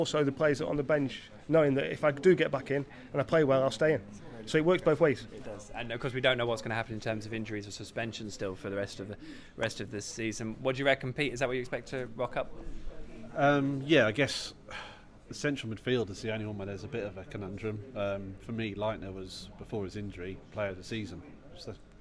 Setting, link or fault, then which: setting, busy venue